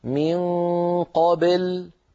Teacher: الخطأ الأول أن تميل الباء إلى الكسر فيقول أحدنا من قابل، قابل هذه بل لا تصح، لابد أن تنطق الباء ساكنة مقلقلة هكذا من قبل، قبل.